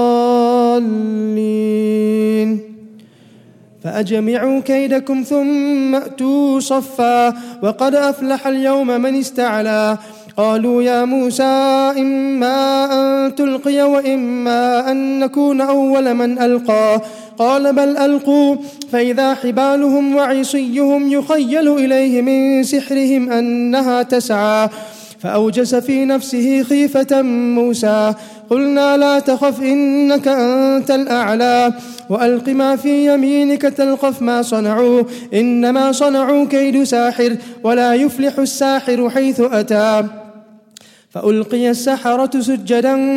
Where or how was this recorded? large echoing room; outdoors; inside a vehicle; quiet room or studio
large echoing room